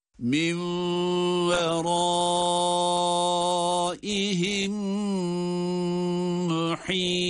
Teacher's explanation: Burada yine bir idgam misleyin ma'al hunne var. Yani cezimli mim diğer mim ile birlikte şeddeli gibi okunuyor.